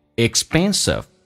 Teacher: What you say can be more true.Everything is so expensive.一切现在一切东西都很贵。Expensive 在美式发音，那个 k 是不用发音，因为两个辅音只用发后面一个，而且 sp 发成 sb，叫做 expensive。记住 k 不发音，但气流阻塞一下。Expensive.